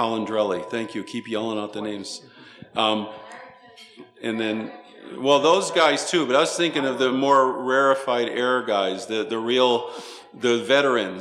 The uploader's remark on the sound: ASMAC Luncheon with Academy Awards Arrangers.